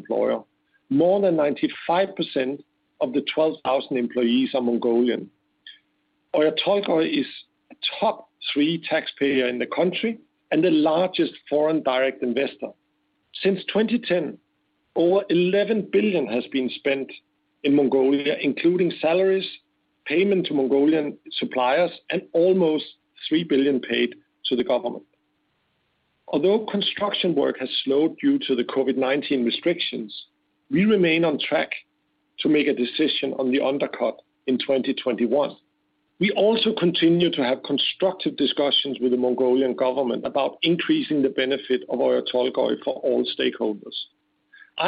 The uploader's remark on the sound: conference call